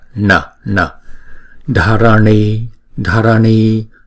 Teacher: Chữ N chúng ta phải cong lưỡi lại ha và búng ra